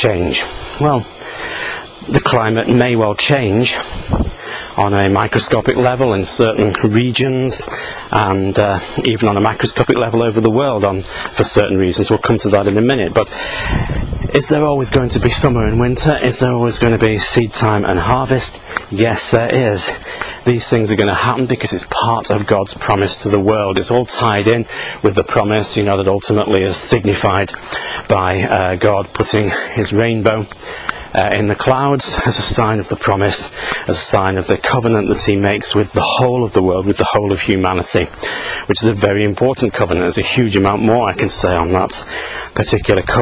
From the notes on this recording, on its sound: While out walking his dog. Who just barks at trucks.